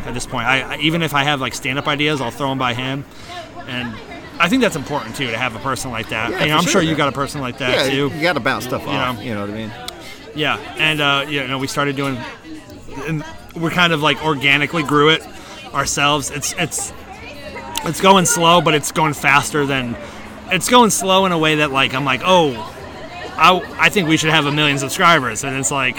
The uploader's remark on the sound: Its another open air episode recorded in one shot at Village Pub & Beer Garden